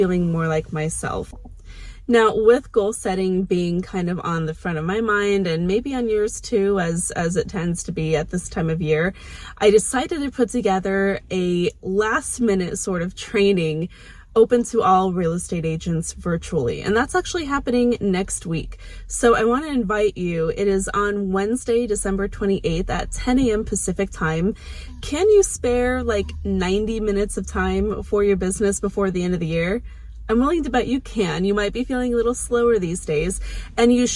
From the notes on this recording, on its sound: Hi from my car! Obviously the car is parked and turned off in this video.